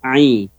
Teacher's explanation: Huruf ainnya perhatikan, 'ai, tengah tenggorokan